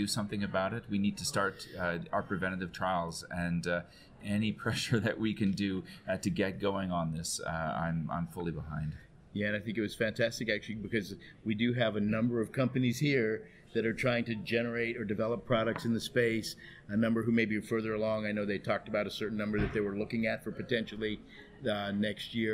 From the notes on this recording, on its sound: LIVE From Michael J. Fox Foundation Conference. The interview was conducted live at the recently concluded Michael J Fox Foundation’s Annnual gathering in New York.